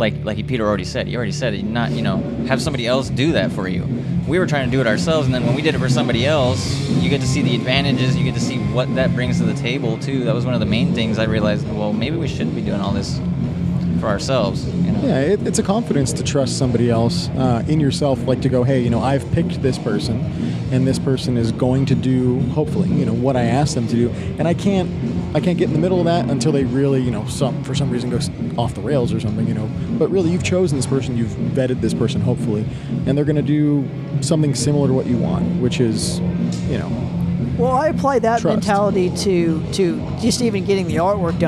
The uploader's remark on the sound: We take you live at Stages for the Battle to play Wacken.